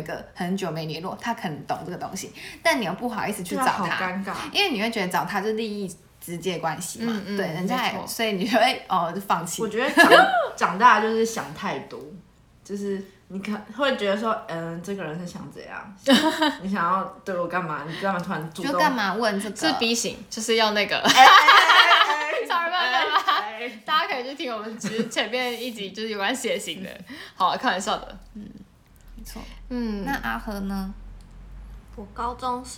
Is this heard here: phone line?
no